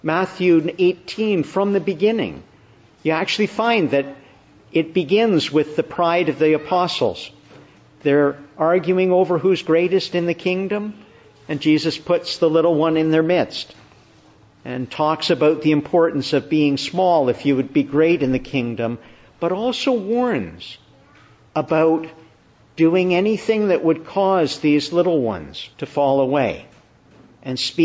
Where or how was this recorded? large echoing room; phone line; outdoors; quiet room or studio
large echoing room